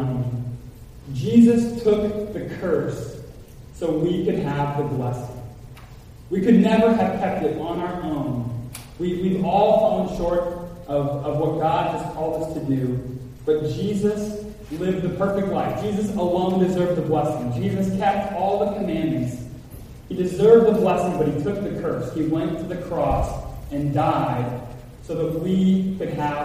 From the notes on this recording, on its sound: Apologize ahead for echo in Audio recording.